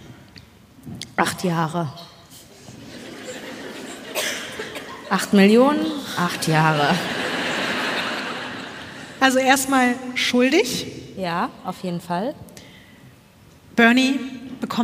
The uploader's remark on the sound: LIVE in Stuttgart.